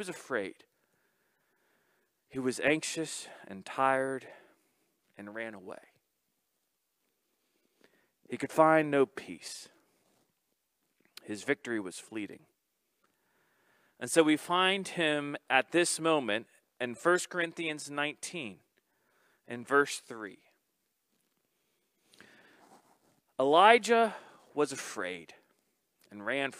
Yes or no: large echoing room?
yes